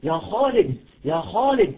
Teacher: بتفخيم الخاء بشكل طبيعي